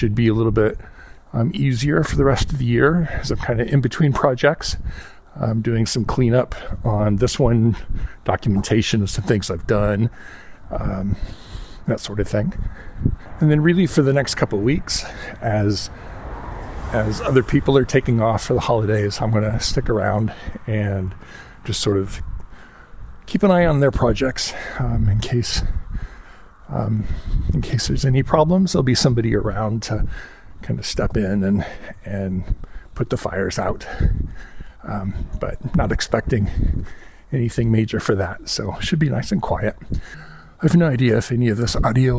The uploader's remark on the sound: I clip on my portable mic and take a little walk.